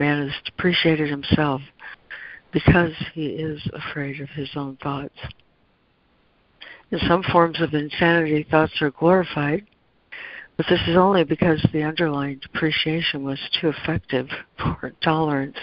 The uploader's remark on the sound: ACIM Daily Conference Call